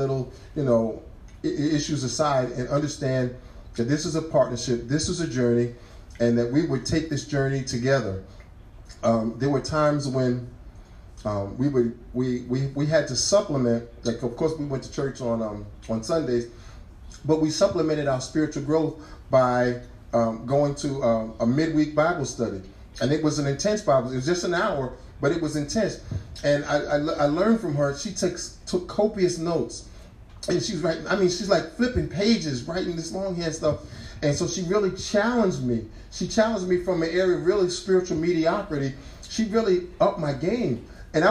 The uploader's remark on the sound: The first ever Go On LIVE! A live event hosted in Cafe Moka at Regent University.